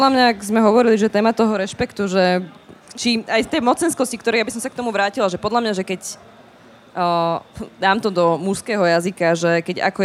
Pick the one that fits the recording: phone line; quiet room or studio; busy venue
busy venue